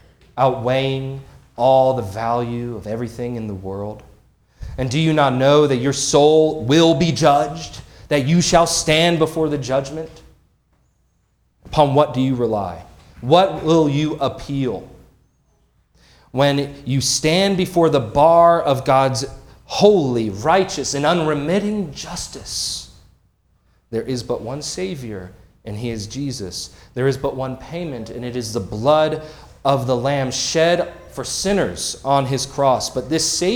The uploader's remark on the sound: This sermon was preached on February 11, 2024 at Antioch Presbyterian Church. At Antioch Presbyterian Church, a mission work of Calvary Presbytery of the Presbyterian Church in America located in Woodruff, South Carolina.